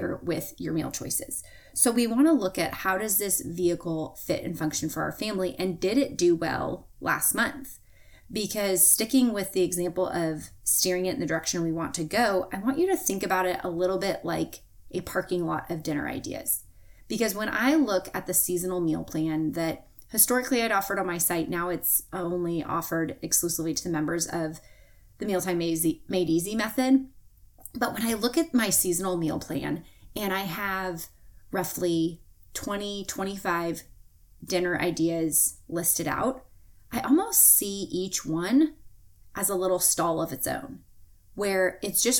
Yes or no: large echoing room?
no